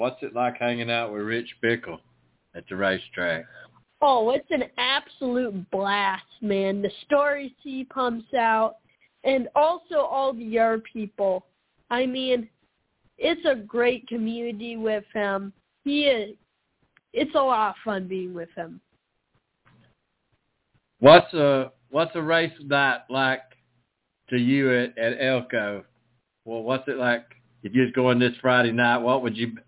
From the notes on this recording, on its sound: the drivers from 7K Racing call